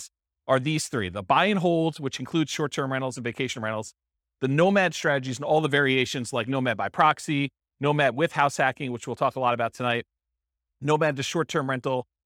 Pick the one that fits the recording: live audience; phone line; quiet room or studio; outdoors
live audience